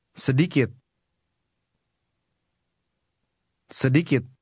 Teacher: Notice how the speaker's voice stops abruptly at the end of the word.